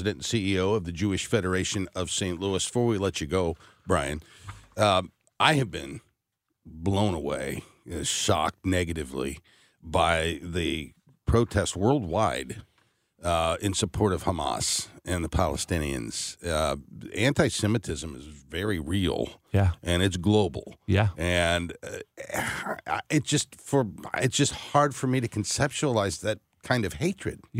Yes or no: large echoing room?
no